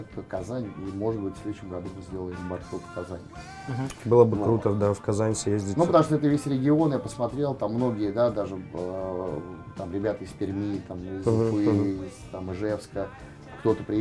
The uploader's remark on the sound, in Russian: записывали во время прошедшего недавно MBS 2019